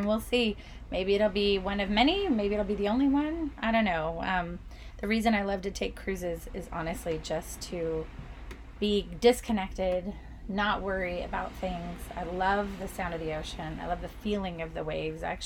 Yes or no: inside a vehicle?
yes